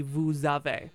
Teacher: if you want to say you have in a formal sense, it'd be vous avez, because that S is getting tacked on